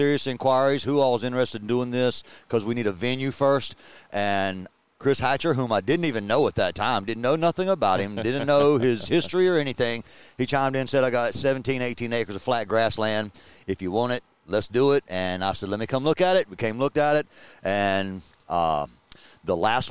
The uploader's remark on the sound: We are LIVE from the fourth annual True Smoke BBQ Smoke-Out